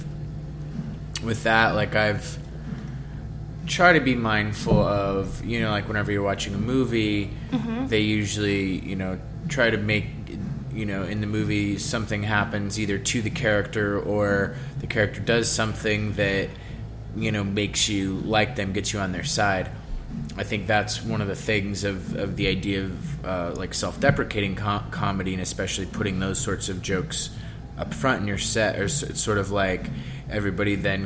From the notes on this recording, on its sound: at Manhattan's famed Bunga's Den Bar